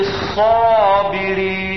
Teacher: الصاد والألف التي بعدها مفخمتين